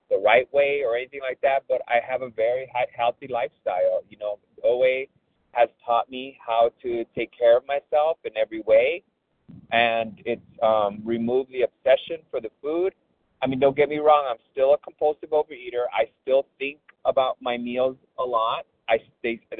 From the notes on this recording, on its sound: from the 100 Pounders Phone Meeting, 5/9/23